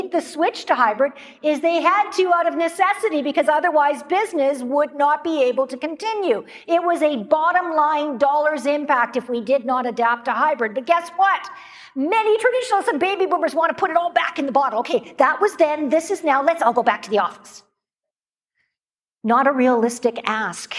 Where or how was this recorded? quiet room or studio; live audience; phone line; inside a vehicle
live audience